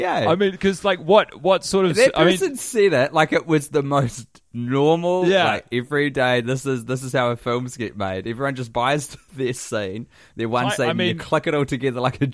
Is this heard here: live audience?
no